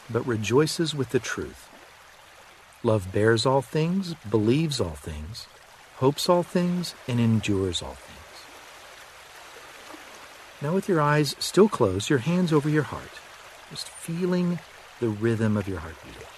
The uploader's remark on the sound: Relax to the sounds of a river running.